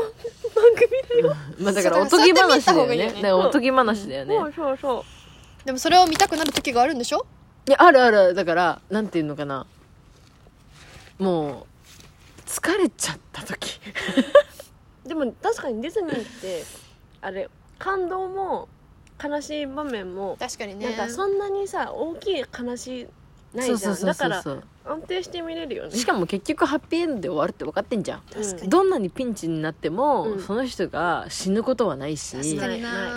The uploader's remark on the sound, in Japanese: 外で収録していますが、意外と静かですね。